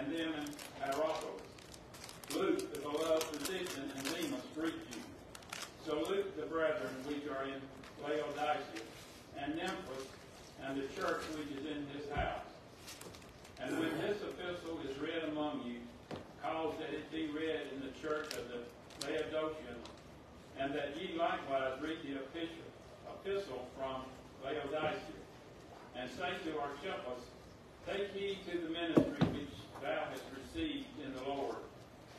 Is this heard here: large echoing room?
yes